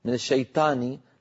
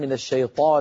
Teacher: في العاميات نحن لسنا معتادين أن نفخم بعض الحروف، يعني من الشيطان تاني هذه بنقولها بين بعضنا، لكن في القرآن من الشيطان لما نقرأ العرب تقول طاء الشيطان ويفخمون الطاء · Shown in: second take